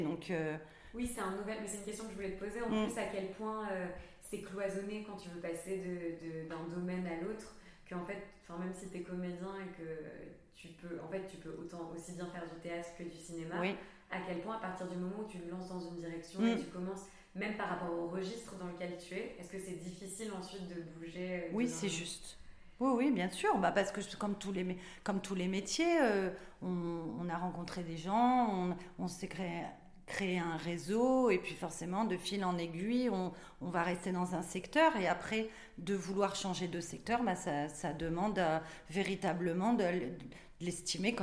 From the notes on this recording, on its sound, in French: C'est dans son théâtre à Avignon que nous nous sommes retrouvées pour enregistrer cet épisode